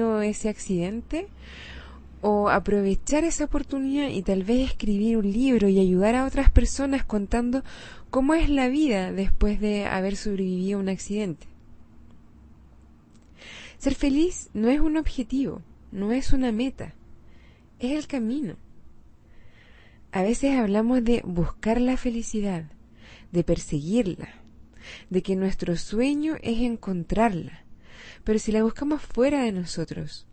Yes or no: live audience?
no